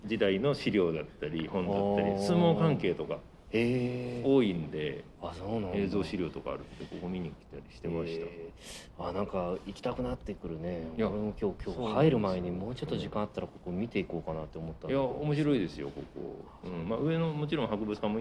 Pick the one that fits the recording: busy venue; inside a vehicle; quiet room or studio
busy venue